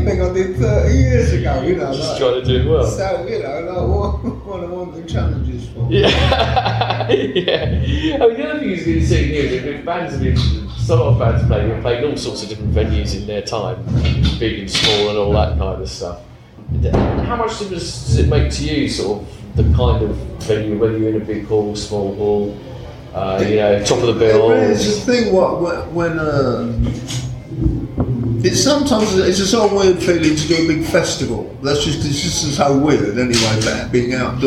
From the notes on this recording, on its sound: The interview wasn’t recorded for broadcast so its backstage, rough-and-ready aesthetic is by accident not design.